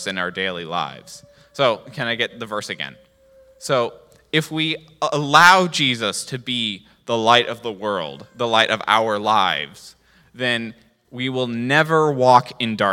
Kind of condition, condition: setting, large echoing room